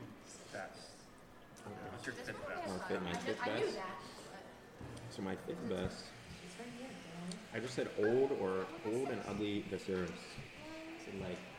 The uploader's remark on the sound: Comes to you from a small-town coffee shop and prominently features the background noise of a small family playing a board game! Recorded on one microphone laying flat on the table.